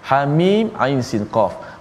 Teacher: ha dua harakat lah. Mim tu dibaca enam. Semua tu di atas tu ada tanda mat kan, atas mim, atas ain, atas sin, atas qaf tu. · Term: enam harakat